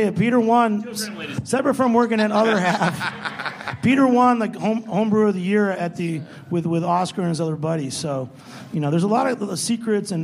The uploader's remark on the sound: We present a panel discussion recorded live at The Well during NYC Beer Week.